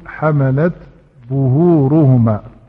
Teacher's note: فهذه التاء الساكنة فإن الأصبهاني لا يدغمها في الظاء، لا يدغمها في الظاء، لا يقول مثلا حملت ظهورهما، ولكن يقول حملت ظهورهما فيظهر التاء.